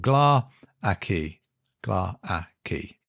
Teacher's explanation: they have Gla with the emphasis on the first syllable